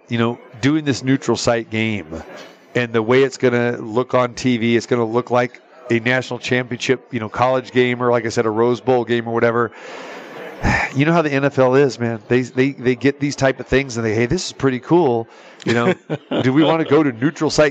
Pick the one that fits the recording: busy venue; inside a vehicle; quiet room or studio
busy venue